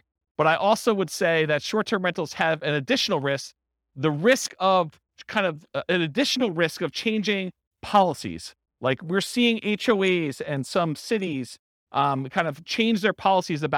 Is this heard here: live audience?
yes